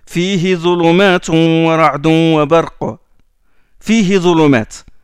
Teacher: On ne prolonge pas le ha parce que derrière il y a un soukoun